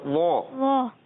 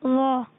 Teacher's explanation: و پڑھنا ہے، و بغیر ناک میں آواز جائے · Shown in: second take